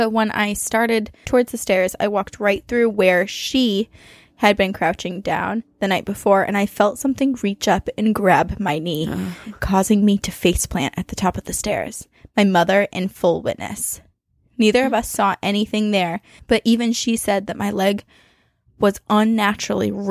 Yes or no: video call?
no